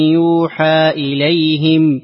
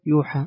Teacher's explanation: فإنهم يقرؤونها يوحى بالياء وفتح الحاء وألف بعدها